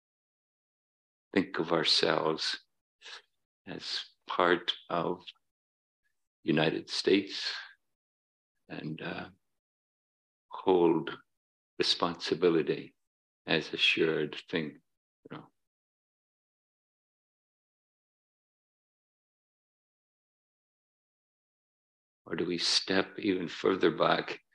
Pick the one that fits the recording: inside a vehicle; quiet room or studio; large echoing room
large echoing room